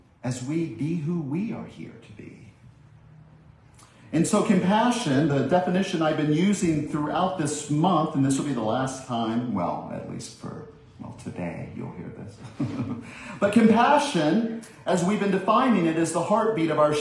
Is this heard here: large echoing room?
yes